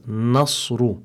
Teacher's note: make sure that the noon is muraqqaqa, so that you pronounce it as nasru.